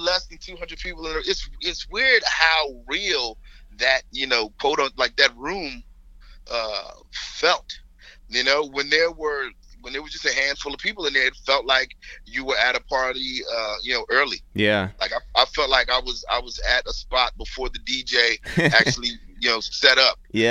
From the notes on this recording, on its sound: we make calls from our Upper West Side apartment